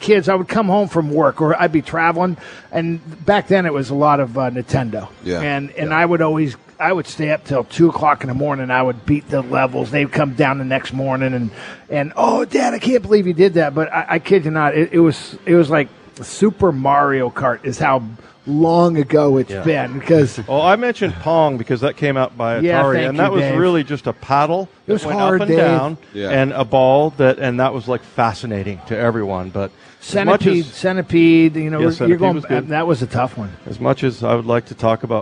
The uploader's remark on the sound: live at Snoqualmie Casino